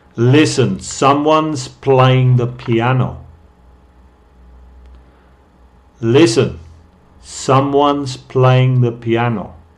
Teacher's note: no digo someone is playing. Digo someone's playing. Estoy haciendo la contracción de someone y is.